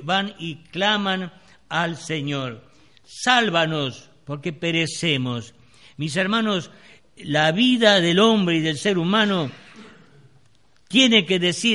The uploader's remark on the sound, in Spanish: Grabado el 28-02-2016 en la Iglesia Del Camino.